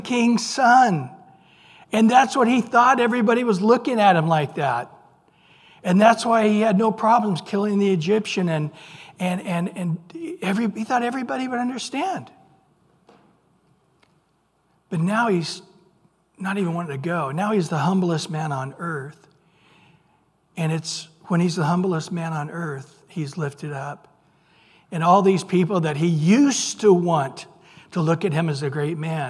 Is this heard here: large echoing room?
yes